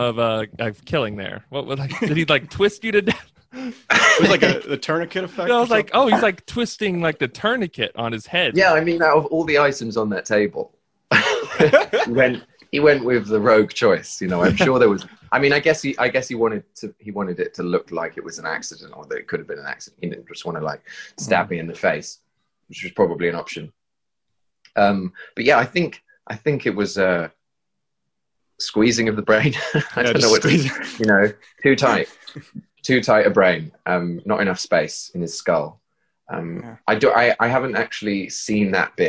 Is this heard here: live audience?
no